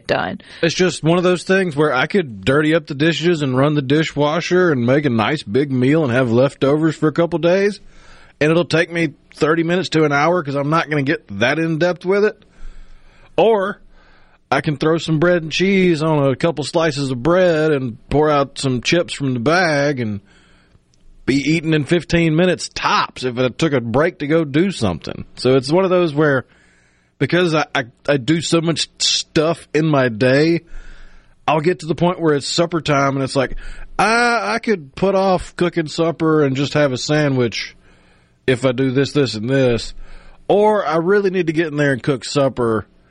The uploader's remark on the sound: Joins the conversation by phone.